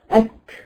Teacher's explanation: افتح المخرج لكن بضعف شويه بحيث ان يخرج معاها هواء · Term: الهمس